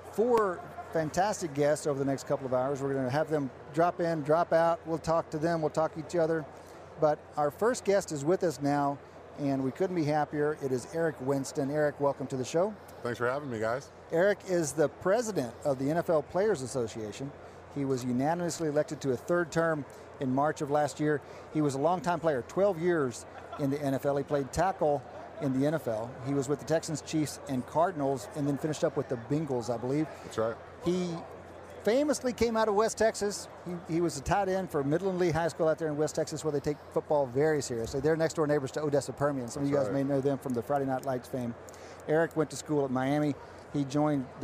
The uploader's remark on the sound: Live from Radio Row at Super Bowl LIII.